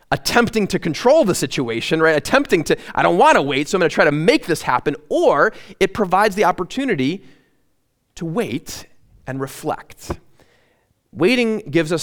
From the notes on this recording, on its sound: At Immanuel Lutheran Church in Pasadena, CA.